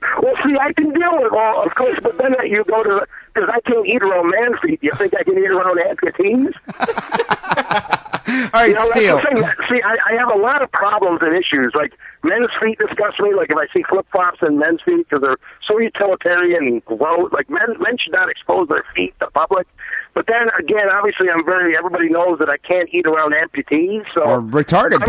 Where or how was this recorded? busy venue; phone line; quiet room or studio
phone line